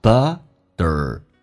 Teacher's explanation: 两个元音中间所加的 T 要被浊化成 D 这个发音，在美式发音叫 butterflies.